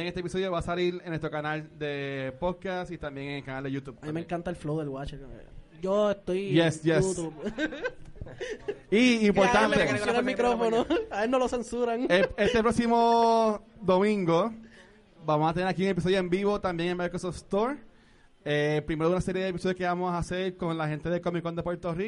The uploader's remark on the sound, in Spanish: Grabación EN VIVO del panel. Que se llevo a cabo en la tienda Microsoft Store de Plaza las Americas.